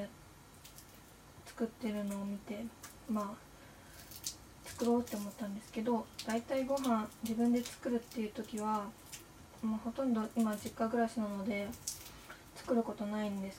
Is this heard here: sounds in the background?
yes